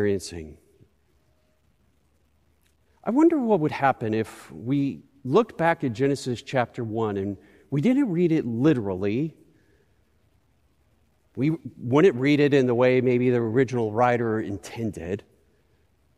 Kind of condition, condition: setting, large echoing room